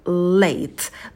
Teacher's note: Посидите подольше на звуке L, потяните его, далее дифтонг A, держим оскал, рот минимально открываем, и на звук T добавляем придыхание.